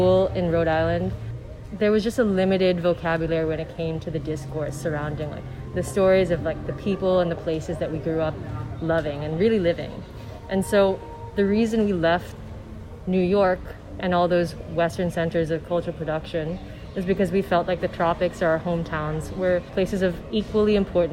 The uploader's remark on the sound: Toqa recently held a Panel, Pop-up and Party at the very conducive Kaimana Hotel (apparently under enlightened management.) Youʻre dropping into toqaʻs installation at Foster Garden and hearing the panel at the Pop-up Party. Tough audio?